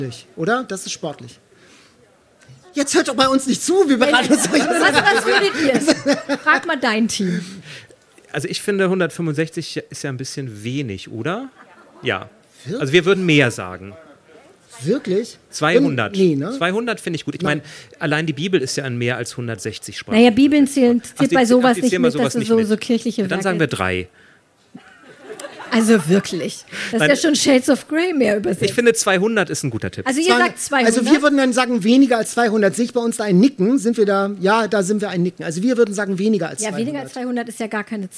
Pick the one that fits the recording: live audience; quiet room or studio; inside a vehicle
live audience